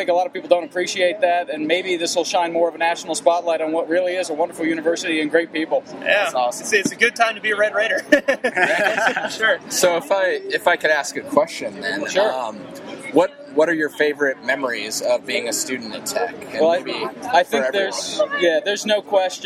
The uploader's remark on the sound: ESPN Game Day is here in Lubbock, TX and we here at Bad Philosophy are pleased to bring you this final chapter in the RaiderVille Diaries series from the line outside Jones AT&T Stadium.